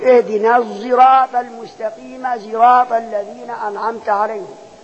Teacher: الراوي الأول لحمزة تشمم إيه الصاد تخلطها بصوت الزاي تخلط الصاد بصوت الزاي · Term: إشمام الصاد زاي